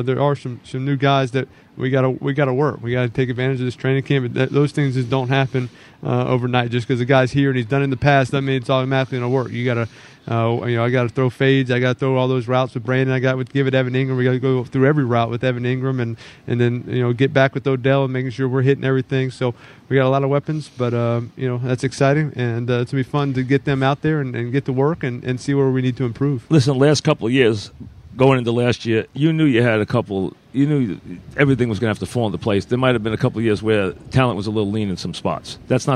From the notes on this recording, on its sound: live from Giants camp